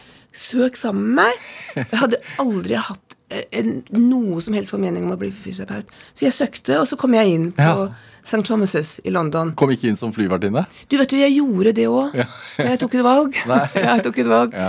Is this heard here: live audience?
no